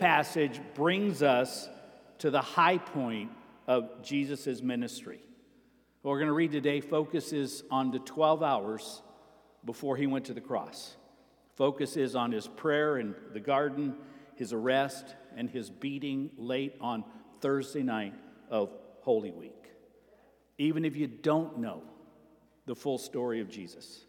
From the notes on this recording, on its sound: Sermon preached at Avondale Baptist Church